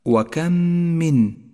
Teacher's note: الميم الساكنة مع الميم المتحركة تدغمان ببعضهما فتصيران ميما واحدة مشددة · Term: إدغام شفوي